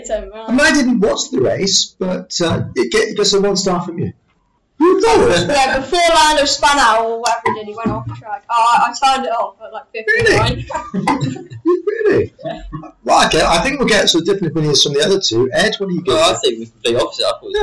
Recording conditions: poor sound quality